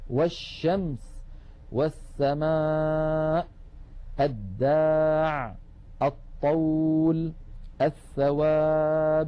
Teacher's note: كانت العرب تدغم لام التعريف في هذه الحروف المقاربة 13. مثال ذلك مثلا عندما يقولون الشمس، الشمس، ولا يقولون الشمس، يقولون مثلا الطول، أط من الهمزة إلى الطاء مباشرة، ولا يقولون الطول. · Term: اللام الشمسية